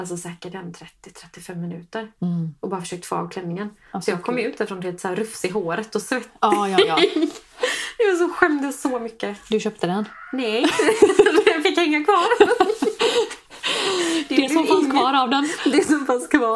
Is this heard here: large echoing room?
no